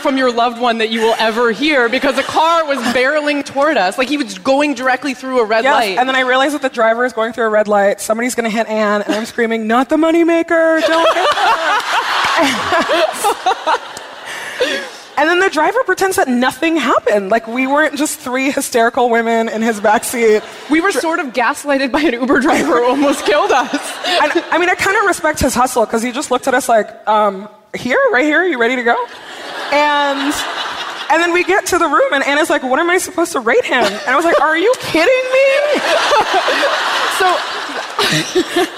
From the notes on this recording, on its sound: From our live show in DC.